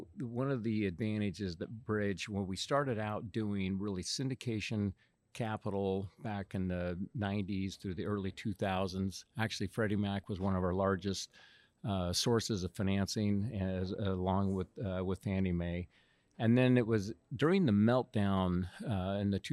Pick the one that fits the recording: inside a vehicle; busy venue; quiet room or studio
busy venue